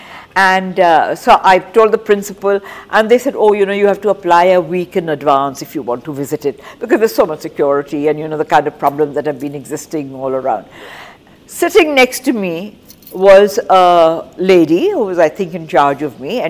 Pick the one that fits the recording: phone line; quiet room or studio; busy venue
busy venue